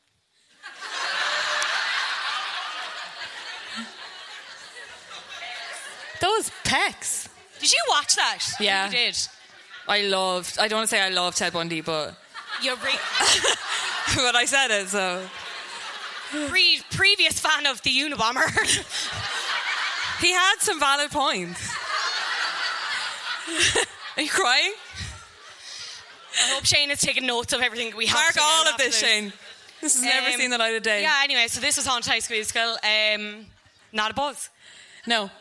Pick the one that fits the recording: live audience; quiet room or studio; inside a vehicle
live audience